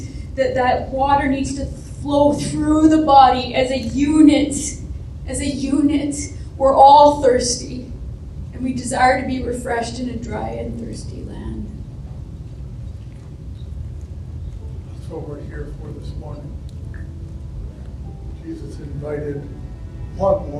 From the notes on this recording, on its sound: Our live service at the Xtreme Theatre.